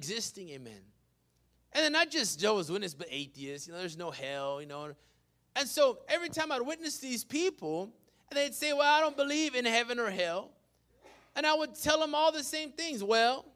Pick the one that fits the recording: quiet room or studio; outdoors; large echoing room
large echoing room